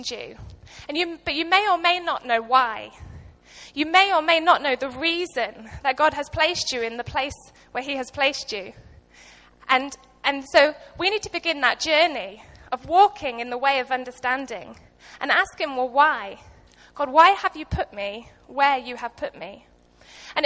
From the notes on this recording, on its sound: Recorded live at Life Church Lancashire.